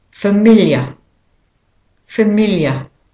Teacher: If you're practicing a British or an Australian accent, the AR becomes a schwa.